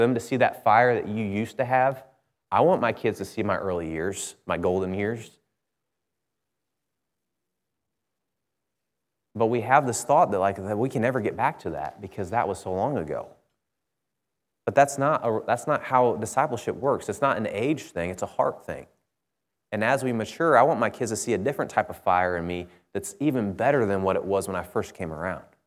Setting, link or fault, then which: setting, large echoing room